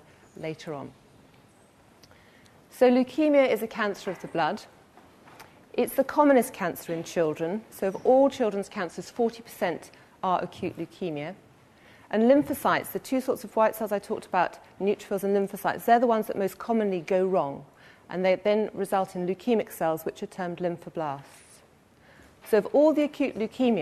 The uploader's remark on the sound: This lecture is part of the Medical Detectives, a series of public lectures. Recorded on 26 September 2013 in the Anatomy Lecture Theatre at the University of Edinburgh.